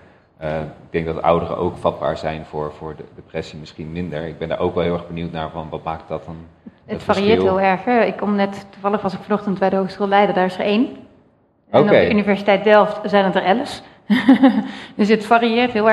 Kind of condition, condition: setting, live audience